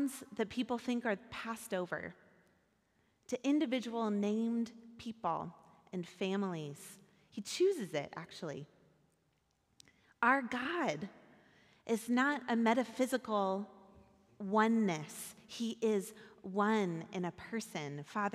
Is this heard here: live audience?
yes